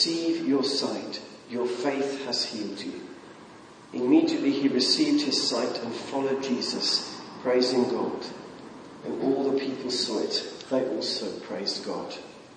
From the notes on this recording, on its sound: from the 8 am service at Highfield Church Southampton, Sunday 15th Febuary 2015.